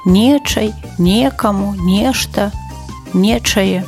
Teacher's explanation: няпэўныя займеннікі любяць акурат націскную прыстаўку «не» ва ўсіх склонавых формах